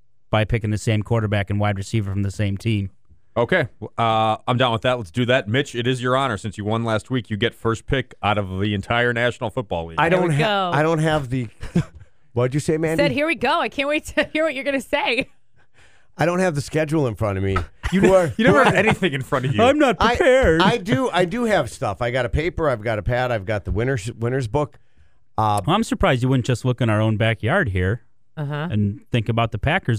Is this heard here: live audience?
no